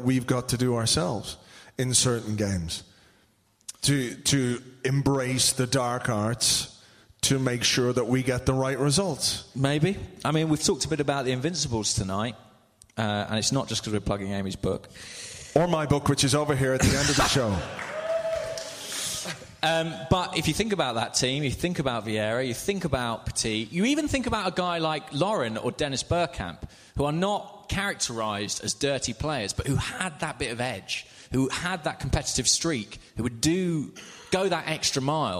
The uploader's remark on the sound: Recorded live at Union Chapel on Upper Street. We then did a Q&A with questions from audience members about all manner of things.